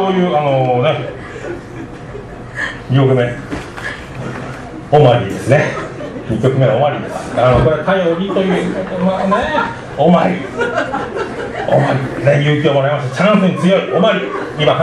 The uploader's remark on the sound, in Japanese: ライブハウスＣＢ14周年 ﾂｰﾏﾝﾗｲﾌﾞ。